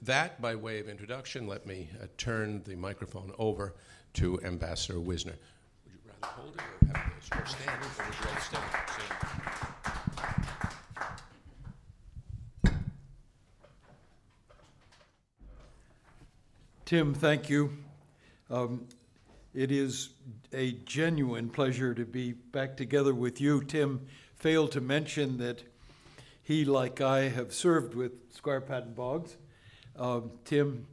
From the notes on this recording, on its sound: At the Council of American Ambassadors' Fall Conference